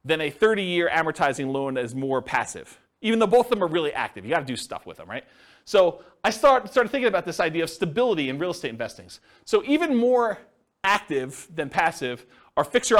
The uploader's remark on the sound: This was a live class recorded